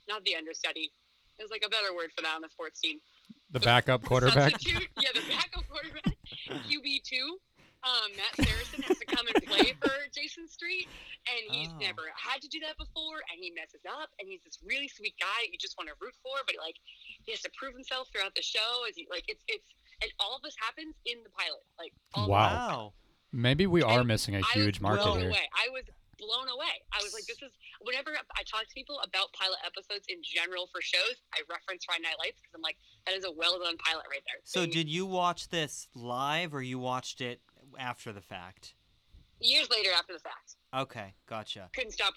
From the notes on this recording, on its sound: We also phone in our first guest, who clearly knows more than we do.